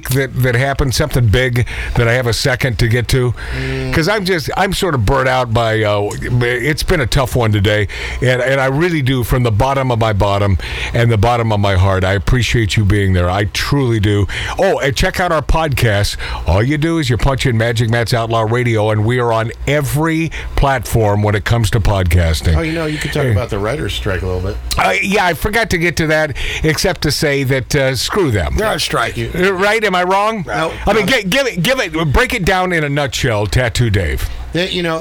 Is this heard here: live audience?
no